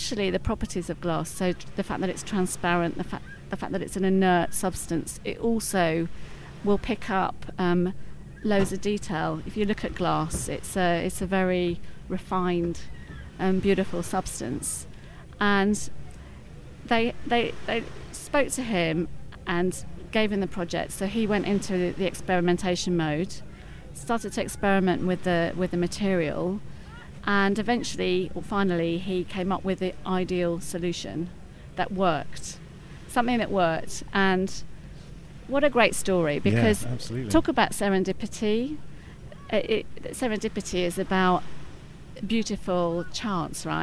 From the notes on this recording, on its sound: In the first of our series of shows being produced at Cannes Lions International Festival of Creativity 2017.